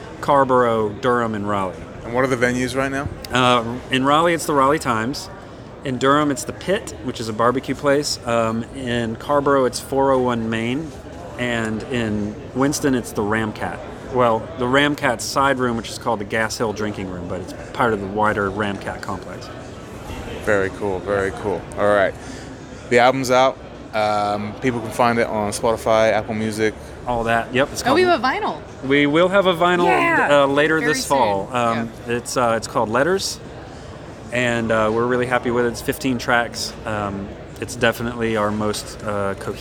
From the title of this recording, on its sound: Live From IBMA 2022